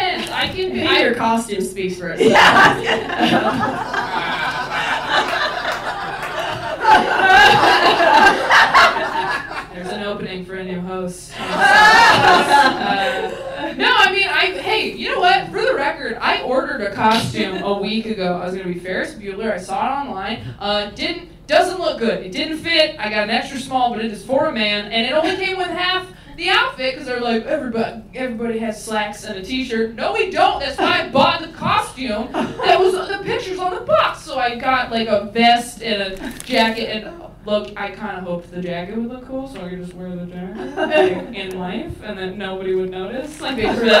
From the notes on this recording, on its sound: Self-Helpless LIVE from the Hollywood Improv. First live podcast recording at the Hollywood Improv. They answer audience questions.